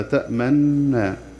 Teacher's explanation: عاشرا كلمة لا تأمن في سورة يوسف تقرأ بوجهين أولا الاختلاس النطق بثلثي الحركة بثلثي حركة الميم المضمومة تأمننا تأمننا هكذا تأمننا وبالإشمام وضم الشفتين أثناء نطق النون المشددة تأمننا ضم الشفتين على النون المشددة.